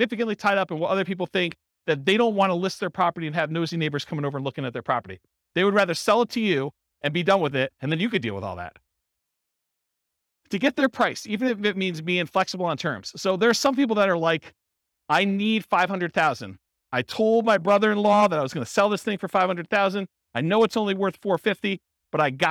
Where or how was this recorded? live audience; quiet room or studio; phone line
live audience